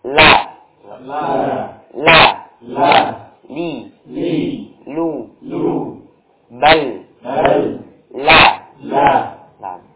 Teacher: Jadi huruf lam suara berbelok menuju ke samping. Dari ujung lidah, la, berbelok ke samping kanan maupun samping kiri. · Term: inhiraf